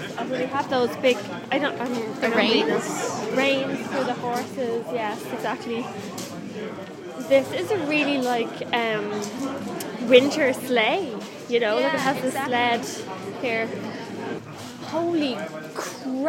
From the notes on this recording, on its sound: The sights, sounds and history of the Old Rixdorf Christmas Market. For just one weekend during the advent season, the Rixdorf Christmas market draws people from all over the city with its mixture of traditional crafts, entertainment and, of course, glühwein (German mulled wine).